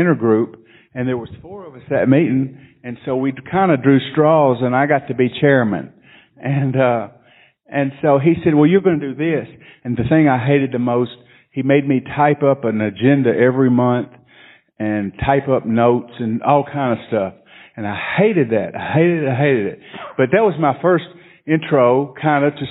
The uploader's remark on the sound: Friday Night Speaker Panel - 2018 SOS Marathon Nashville